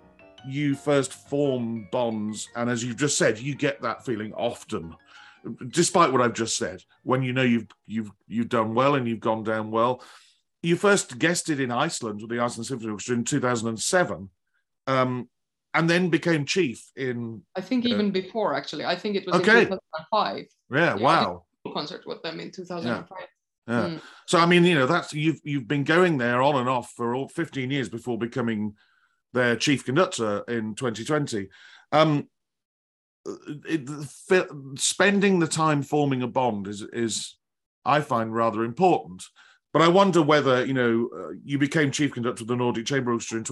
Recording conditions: video call